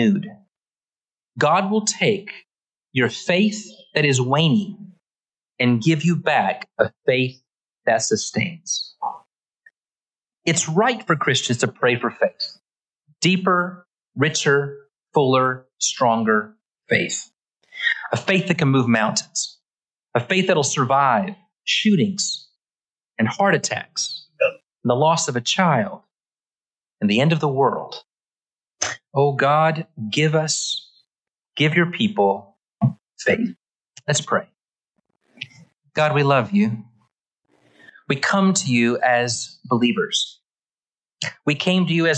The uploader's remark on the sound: Originally preached at the West Side Church of Christ (Searcy, AR) on August 14, 2022.